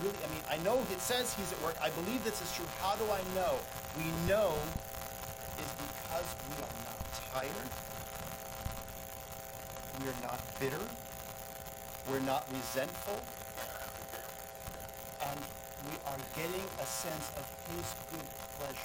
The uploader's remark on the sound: The audio for this sermon is very poor.